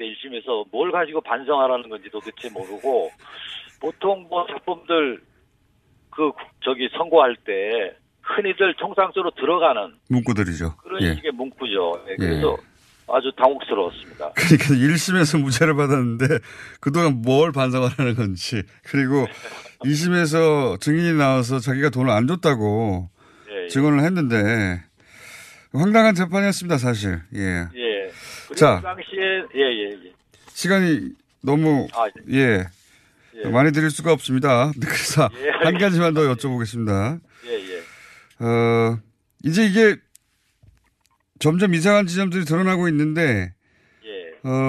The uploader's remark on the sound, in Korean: 전화연결